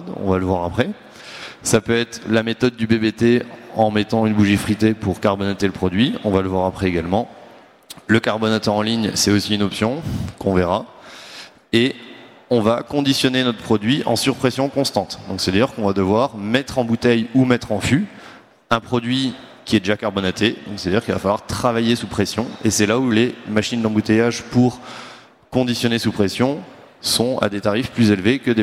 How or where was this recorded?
busy venue